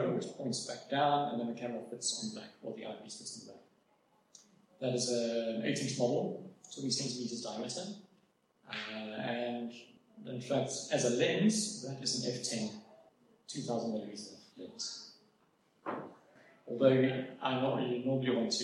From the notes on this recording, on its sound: It's a recording of one of my public lectures on astrophotography. The have regular meetings, at which experts on diverse topics give a short talk to the members. The technical quality isn't great - the hall echoed and I suspect their recording was made through a different microphone to the one on the podium, but it's clear enough to hear what I'm saying. I've done my best to process it and clean it up a bit to improve the quality a bit.